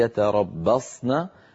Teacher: الصاد كما مر معنا فيها صفتا قوة، فيها صفة الإطباق والاستعلاء · Term: تفخيم الصاد